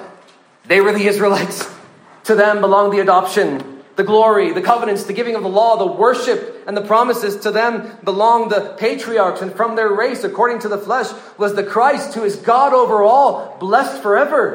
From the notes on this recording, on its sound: This sermon was preached at the 2023 Engage Truth Student Summer Camp in Cloudcroft, New Mexico.